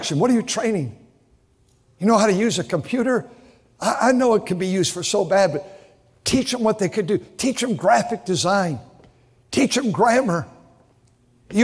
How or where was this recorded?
large echoing room